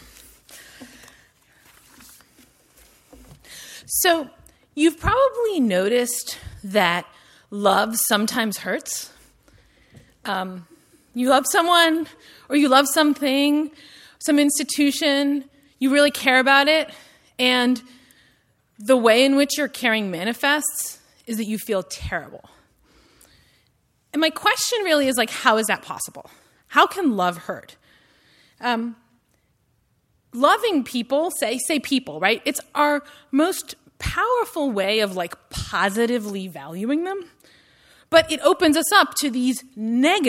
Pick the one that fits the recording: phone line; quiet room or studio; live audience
live audience